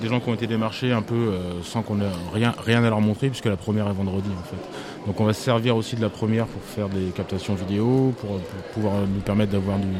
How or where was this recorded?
busy venue